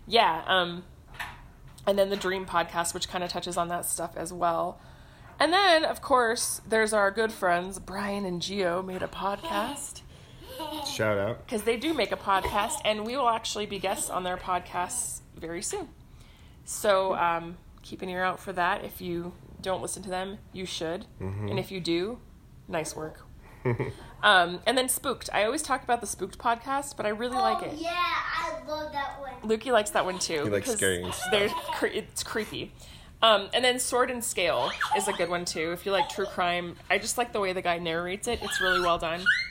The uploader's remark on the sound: Laugh with us (or at us) as we attempt to record a podcast and parent at the same time.